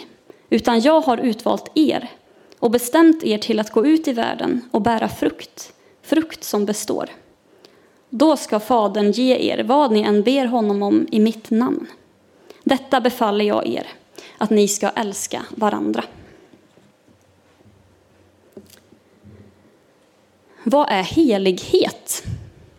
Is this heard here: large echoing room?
yes